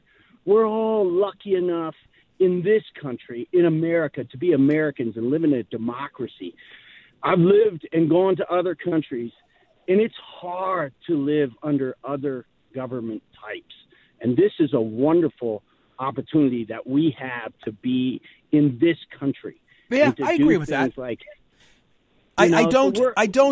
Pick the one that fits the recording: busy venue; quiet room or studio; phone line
phone line